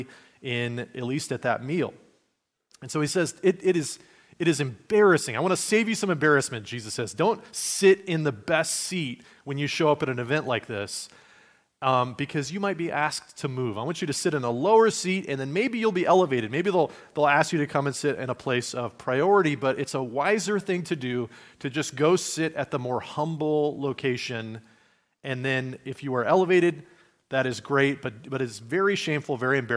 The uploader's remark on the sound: Message given at Liferoads Church in Spokane, Washington, on Sunday, March 26, 2023.